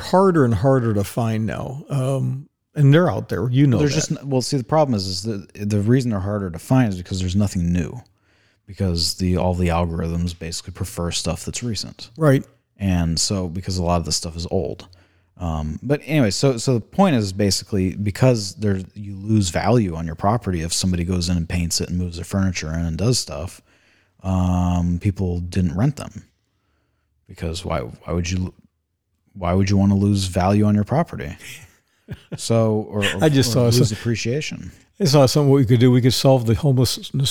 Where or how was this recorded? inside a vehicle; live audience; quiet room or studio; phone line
quiet room or studio